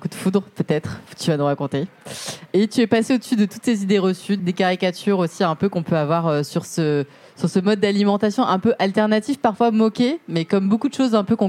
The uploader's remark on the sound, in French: Débat enregistré en public à la REcyclerie.